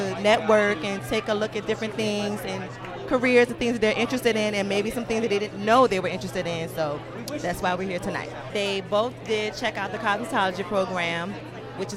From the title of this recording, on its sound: Live at the 2023 Life Ready Expo